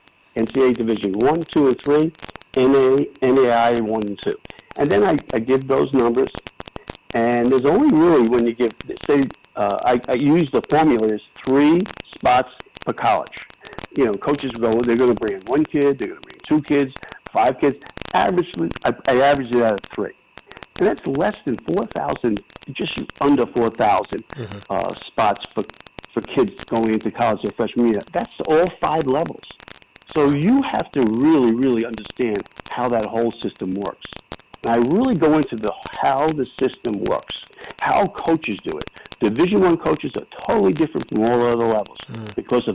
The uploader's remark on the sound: A phone interview.